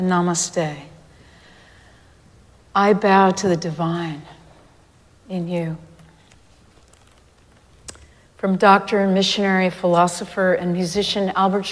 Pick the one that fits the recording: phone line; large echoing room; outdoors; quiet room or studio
large echoing room